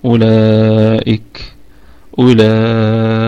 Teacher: ونراعي الهمس في الكاف، ونقف على الكلمة بوجهين فقط، 4 أو 5، اللي هما المد الواجب، أولئك أولئك، واجب متصل، نعم.